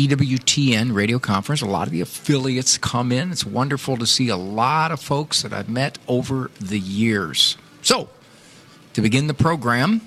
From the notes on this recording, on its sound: Live from The EWTN Catholic Radio Conference.